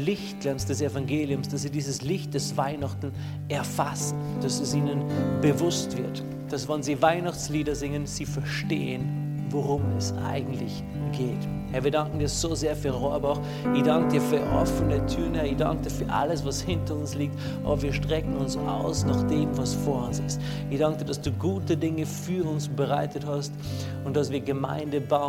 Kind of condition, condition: setting, large echoing room